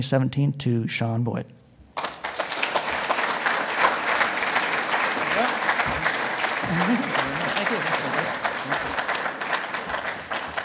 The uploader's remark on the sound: Recorded live at The Northern Miner's Progressive Mine Forum held at the MaRS Discovery District in October 2018.